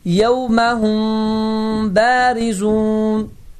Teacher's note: mim harfi B harfinin içinde gizlenecek ve ses de hayşumdan, yani burun boşluğundan çıkacaktır. Ve tecvid ehkamına göre bu misalın düzgün okunuşu beledir. · Term: ihfaul mim es-sakine